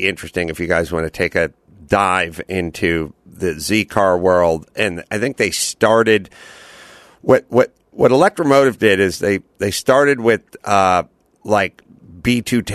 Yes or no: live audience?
no